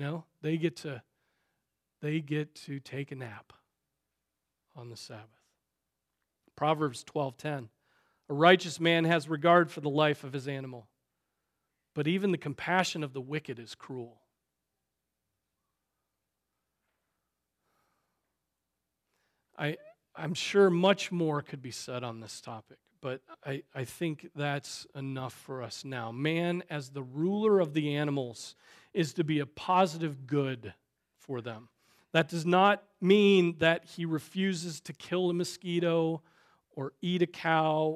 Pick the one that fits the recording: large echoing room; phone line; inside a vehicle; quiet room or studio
large echoing room